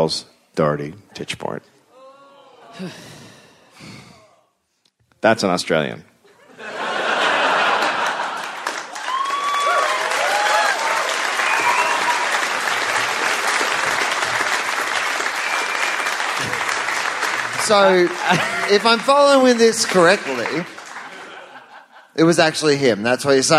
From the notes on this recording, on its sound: Live from Canberra, Australia